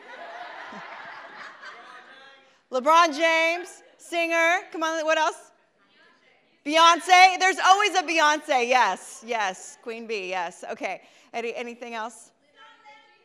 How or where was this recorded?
large echoing room